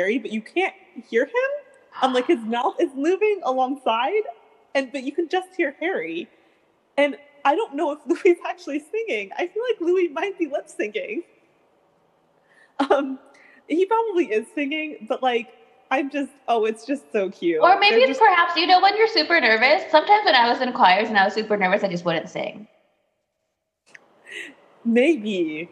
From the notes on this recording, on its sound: We would apologize for the technical glitches